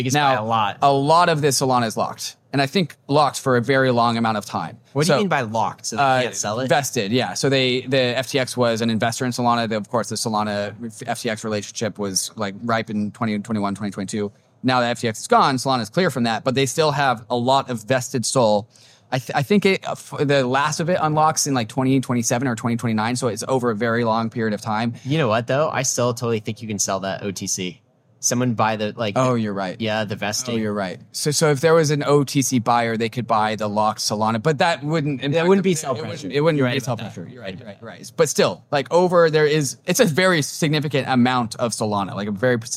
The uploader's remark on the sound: Live From Permissionless!